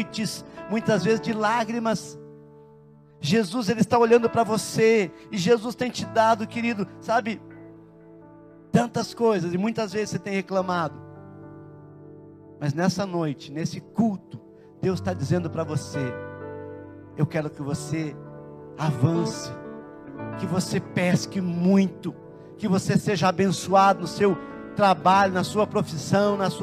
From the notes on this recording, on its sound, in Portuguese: na Igreja ABA Curitiba (Transmitido ao vivo)